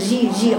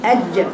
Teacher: جريان صوت الجيم حتى تصبح معطشة · Shown in: first take